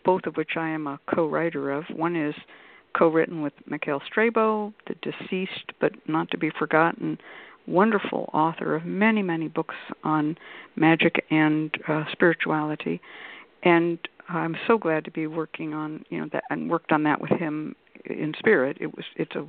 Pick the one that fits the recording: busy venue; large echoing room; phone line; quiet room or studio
phone line